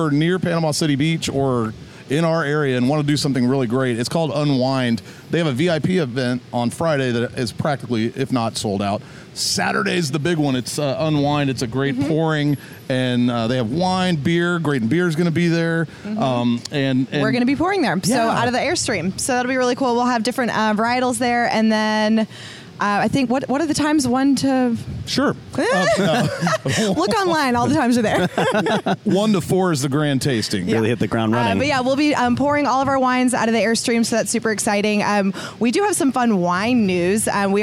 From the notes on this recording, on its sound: Live from the Grayton Beer Company Tap Room.